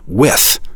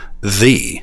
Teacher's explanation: count the unvoiced TH sound in with as a different phoneme than the voiced TH in the